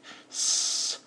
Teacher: It's right behind the teeth, and it's pushing the air through the teeth